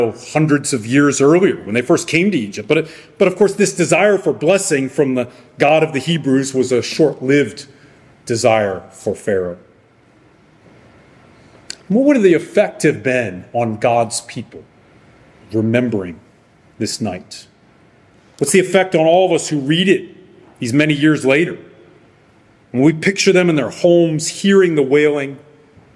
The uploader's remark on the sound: Sermon preached by Guest Preacher on August 6, 2023 at Arlington Baptist Church in Arlington, Virginia.